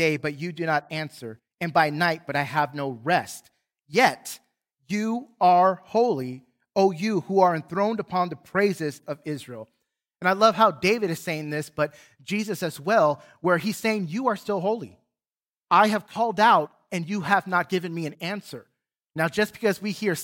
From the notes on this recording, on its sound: Recorded from South Gate Fellowship in Duncanville, TX on Sunday, December 12, 2021.